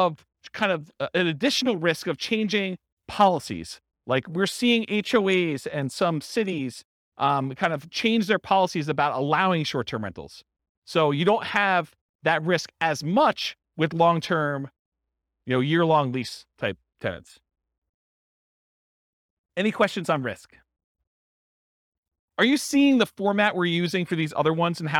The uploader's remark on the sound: This was a live class recorded.